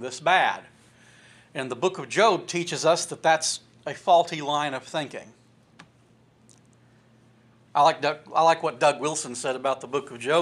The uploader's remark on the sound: This sermon was recorded from the pulpit of Mars Hill Cumberland Presbyterian Church in Pottsville, Arkansas.